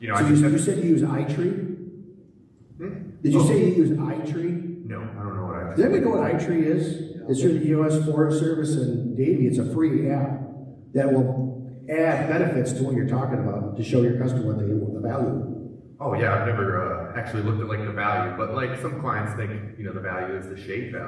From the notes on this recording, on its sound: Live from TCI EXPO 2023! On the main stage in St.